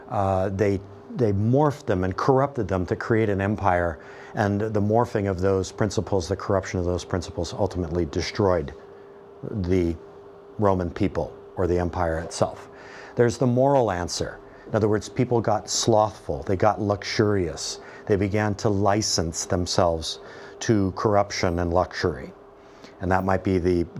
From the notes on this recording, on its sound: This podcast is my lecture on the Romans, for Euro Term One. The sections of this lecture where I showed movie trailers have been edited out to save time and space.